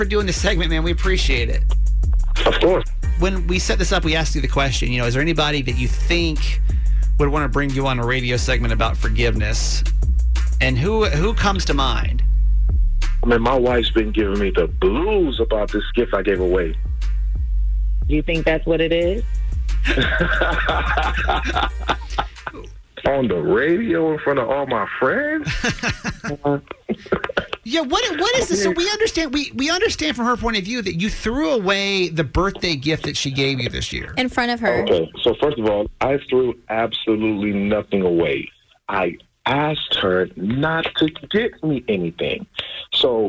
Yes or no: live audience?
no